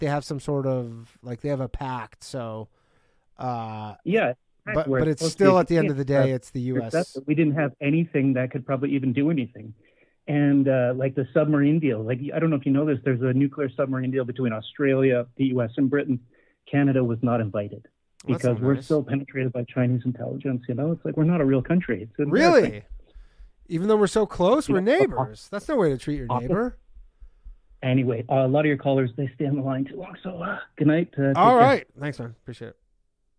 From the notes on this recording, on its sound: The bad advice question/call in show.